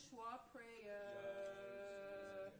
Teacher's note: Go to the schwa, prayer. No R. Prayers. The R comes at the very end.